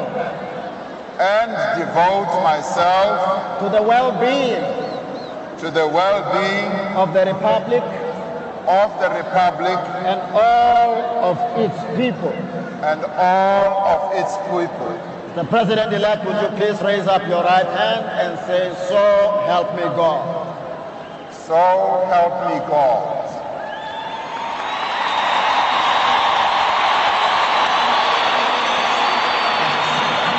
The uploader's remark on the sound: Broadcast LIVE from Loftus Stadium at the #SAInauguration19.